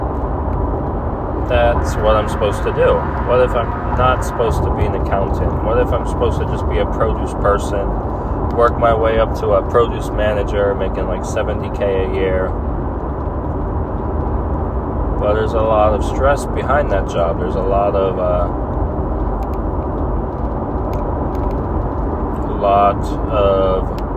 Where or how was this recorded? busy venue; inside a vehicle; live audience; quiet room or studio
inside a vehicle